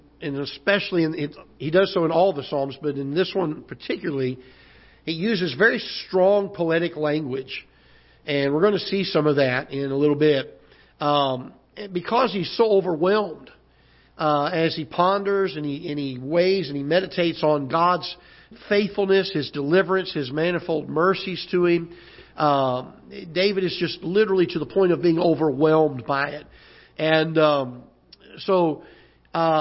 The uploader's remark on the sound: Ketha Heights Baptist Church ~ Live Broadcast